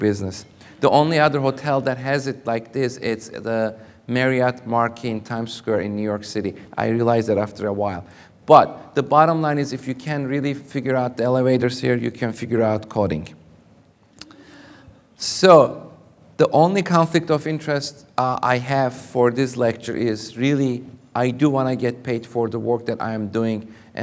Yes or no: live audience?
yes